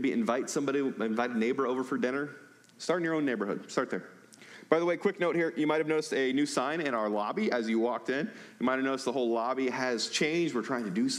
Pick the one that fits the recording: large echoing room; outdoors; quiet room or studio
large echoing room